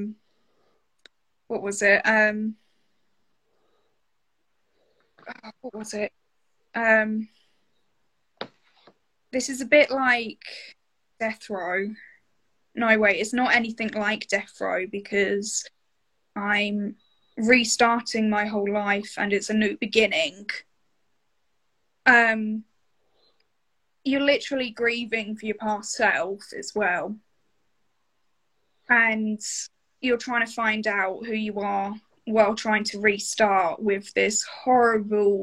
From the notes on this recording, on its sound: in an Instagram Live